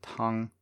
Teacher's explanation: when it comes to tang, that's a different sound. It's a back A